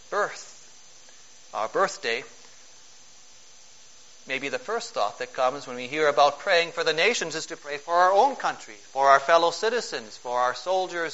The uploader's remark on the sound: Preached on July 8, 2012, for a Service of National Thanksgiving, at St. John's Ev.